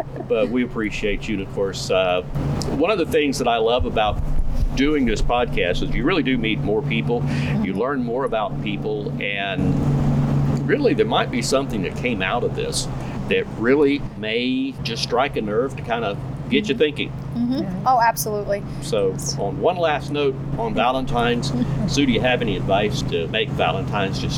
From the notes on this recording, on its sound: On Location at Duplin Winery in Panama City Beach. From Duplin Winery PCB.